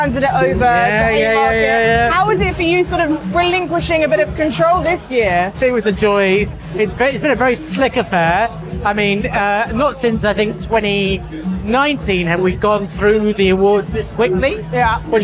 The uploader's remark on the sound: Hundreds of nominees coming together at London’s Outernet last Thursday to celebrate the very best of podcasting in Britain. Went behind the scenes at the ceremony - with the help of the Nomono Sound Capsule - to get live reactions from nominees, attendees and winners.